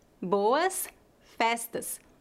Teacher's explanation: A tônica de cada palavra está na primeira sílaba, na letra O, em boas, e na letra E, em festas.